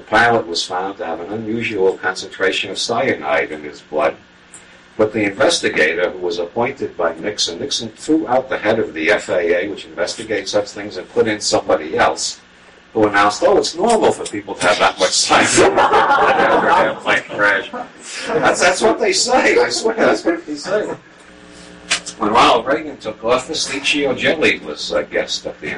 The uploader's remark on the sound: Lecture given in a Santa Cruz, California book store sometime in 1990.